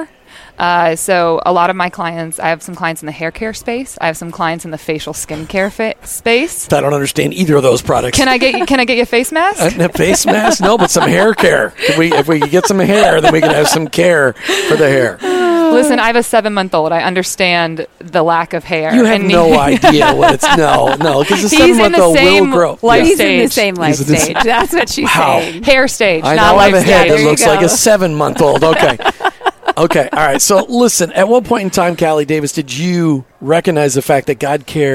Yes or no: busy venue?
yes